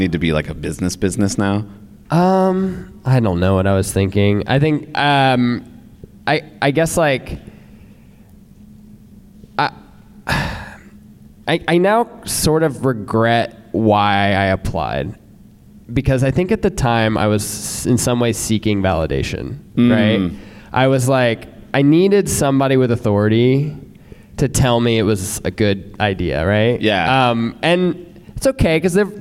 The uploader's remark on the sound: Live in Chicago. At the first ever Launched Live at Deep Dish Swift in Chicago.